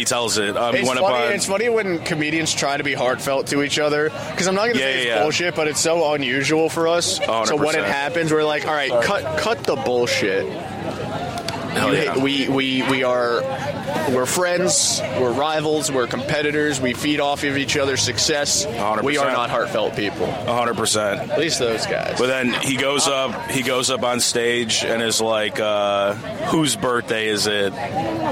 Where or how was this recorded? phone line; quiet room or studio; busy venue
busy venue